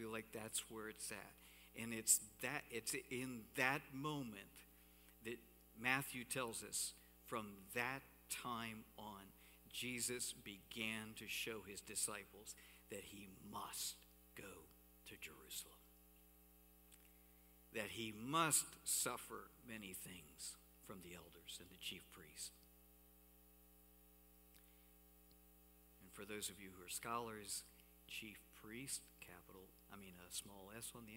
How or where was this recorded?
large echoing room